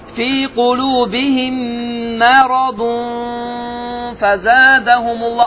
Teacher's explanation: N səsini, nunu burunda gizlətdi · Term: ixfa